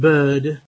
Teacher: the vowel that we use when we have a pre-consonant R, such as in bird, and it's a vowel that reminds us to a longer schwa, something like ah.